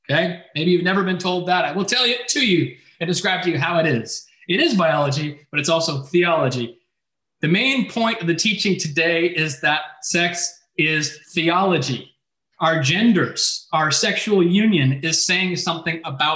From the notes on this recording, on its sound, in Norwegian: Zoom gudstjeneste